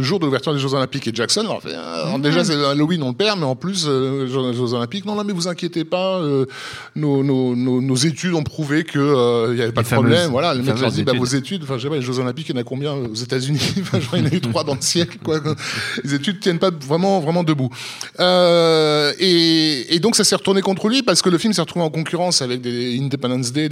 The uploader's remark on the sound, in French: Enregistré le 31 octobre 2018 au Club de l'Etoile (Paris 17e). Production : Binge Audio.